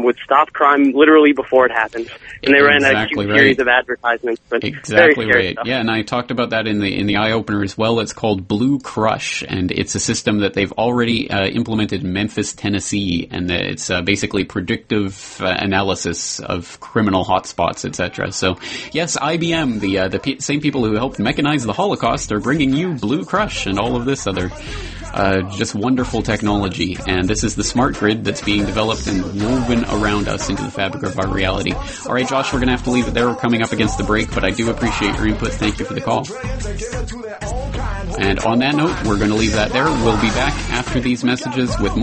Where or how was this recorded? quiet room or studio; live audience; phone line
phone line